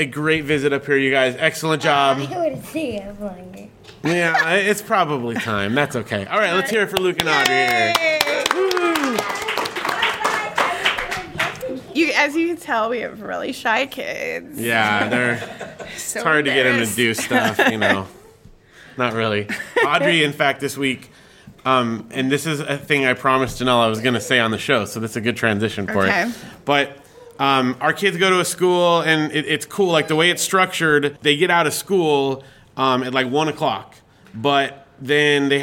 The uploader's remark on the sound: Live From Comic Con Palm Springs. In this special recording in front of a live studio audience.